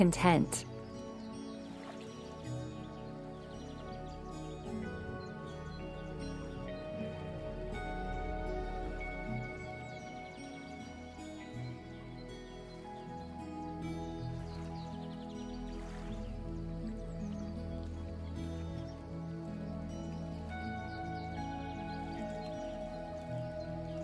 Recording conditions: sounds in the background